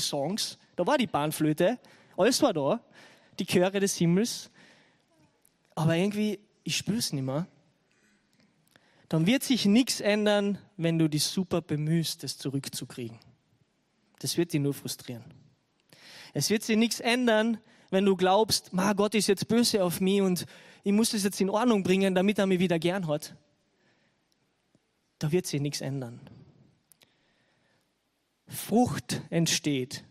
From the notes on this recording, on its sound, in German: Gottesdienst live aus der LIFE Church Wien.